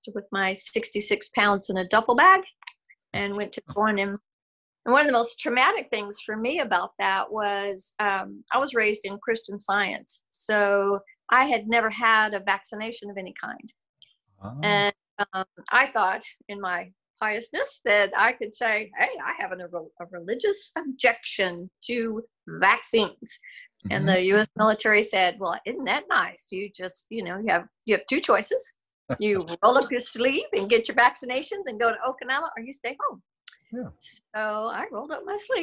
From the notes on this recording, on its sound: When we did our Zoom interview